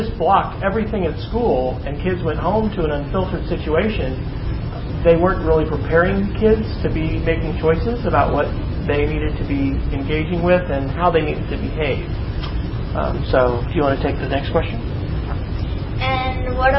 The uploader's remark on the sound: This podcast is a recording of the presentation. At the Mid-America Association for Computers in Education (MACE) conference in Manhattan, Kansas.